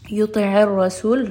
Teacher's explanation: يُطِعِ الرَّسُولِ ra is going to be heavy.